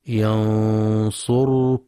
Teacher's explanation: فتفخم الغنة إذا كان حرف الإخفاء من أحرف التفخيم، وهي الصاد والضاد والطاء والقاف والظاء، نحو ينصركم.